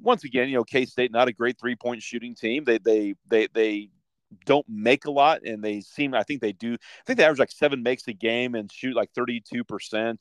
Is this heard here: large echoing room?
no